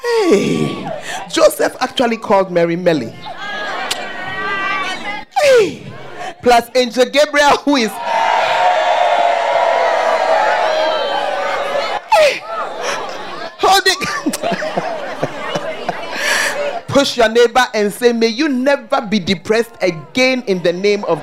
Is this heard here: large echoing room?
yes